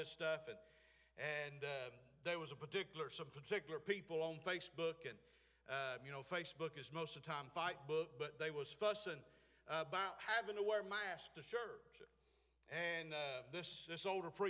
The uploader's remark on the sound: Preached at Clifton Baptist, Forest Ms.